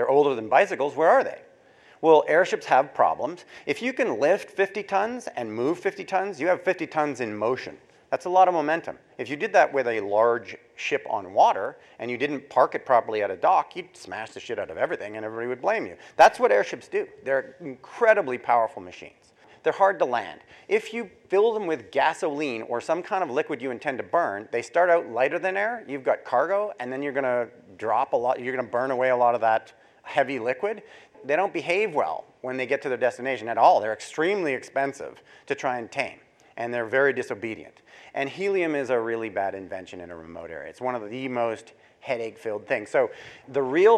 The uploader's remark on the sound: to a live audience at The Northern Miner's Progressive Mine Forum held at the MaRS Discovery District in Toronto in October 2018